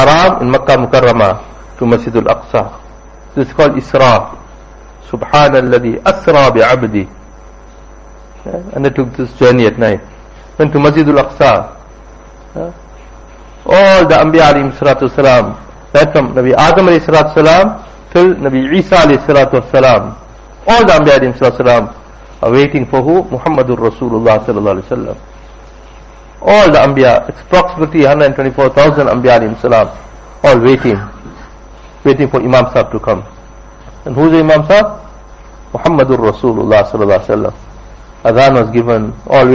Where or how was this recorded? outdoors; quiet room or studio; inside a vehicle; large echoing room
large echoing room